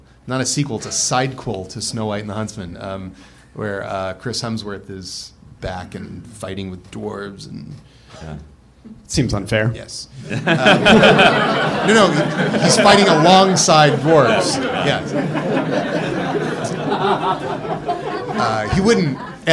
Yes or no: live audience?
yes